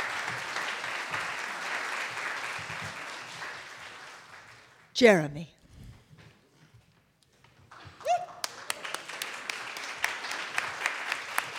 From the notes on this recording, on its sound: Recorded in front of a live audience on August 24, 2016 at Wellfleet Preservation Hall.